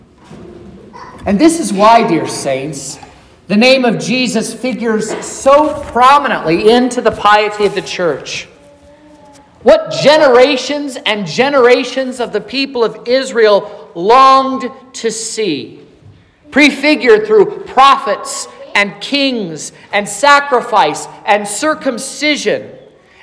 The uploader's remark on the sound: This is the sermon preached at Trinity Lutheran Church